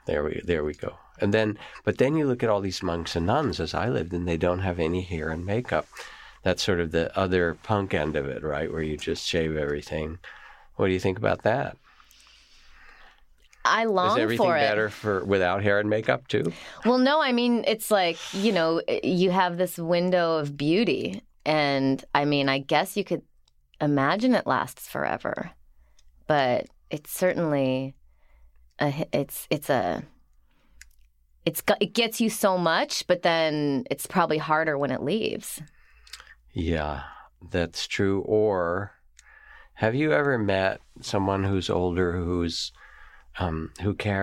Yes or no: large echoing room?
no